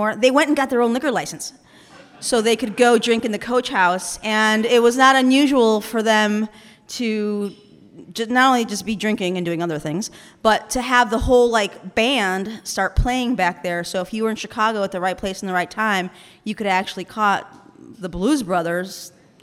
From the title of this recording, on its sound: Curious City Live from Goose Island Barrelhouse